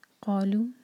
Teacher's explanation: قالو دو سلیبل قاف پر زور